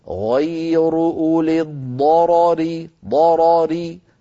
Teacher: نفخم الضاد نفخم الراء الأولى لأنها مفتوحة، ري نرقق الراء الثانية لأنها مكسورة · Term: التفخيم والترقيق